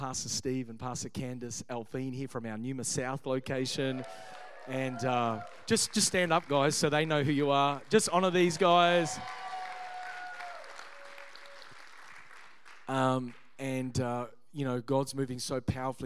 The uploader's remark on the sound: Originally recorded on 19th of November 2023 at Neuma Melbourne North location